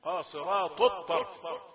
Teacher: أحيانا نسمع قاصرات الطرف أحيانا نسمعها بطاءين قاصرات الطرف لأن الطاء ستغلق الطاء حرف تفخيم والتاء حرف ترخيم